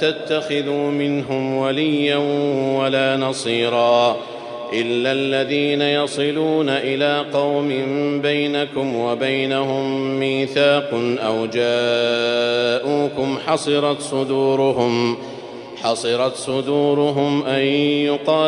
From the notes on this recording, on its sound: Ramadan 2020 Taraweeh Prayer in Masjid Al Haram, Makkah, Saudi Arabia